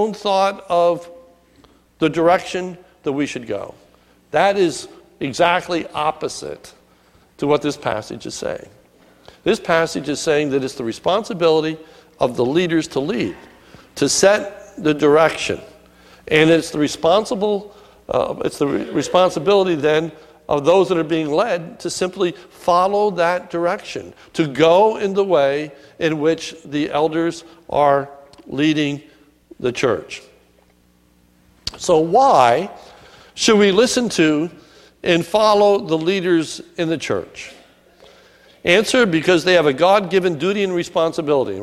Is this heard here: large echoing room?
yes